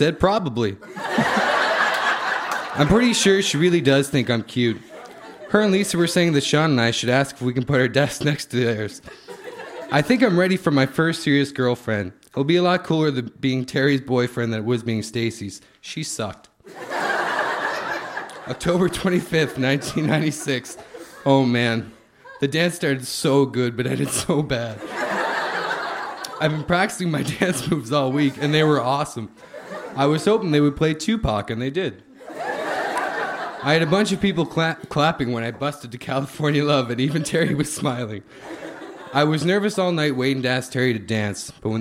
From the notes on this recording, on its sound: Recorded live at The Company House in Halifax, Nova Scotia.